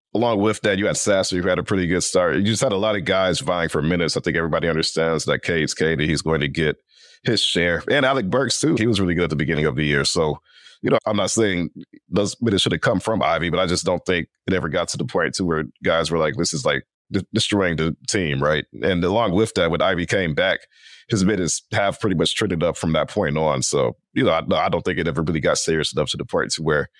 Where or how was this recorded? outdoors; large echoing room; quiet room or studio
quiet room or studio